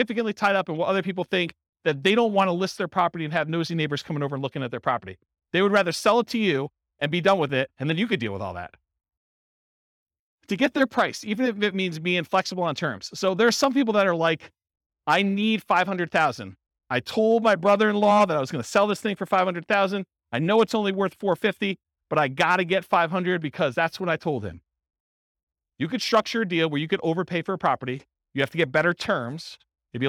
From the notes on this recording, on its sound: This was a live class recorded. In Las Vegas, Nevada.